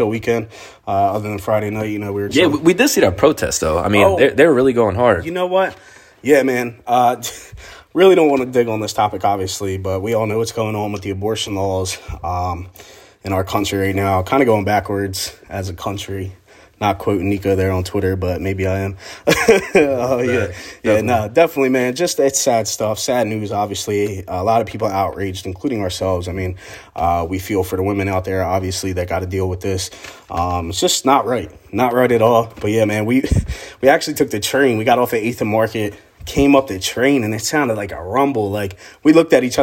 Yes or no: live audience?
no